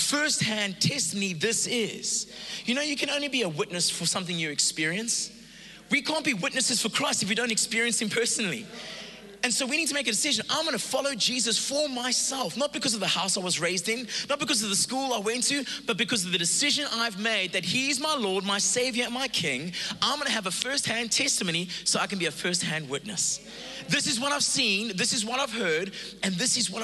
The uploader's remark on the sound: Recorded live on Sunday the 1st May 2022.